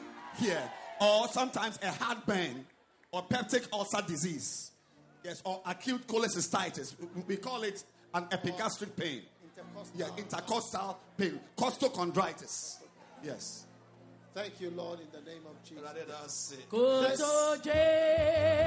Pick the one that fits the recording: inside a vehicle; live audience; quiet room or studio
live audience